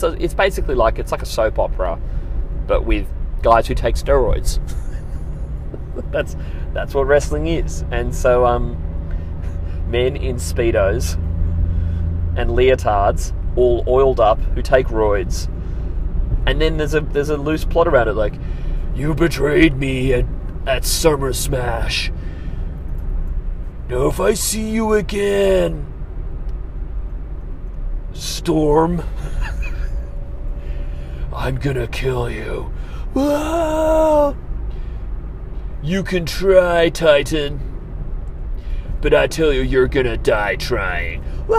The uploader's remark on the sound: I'm in the car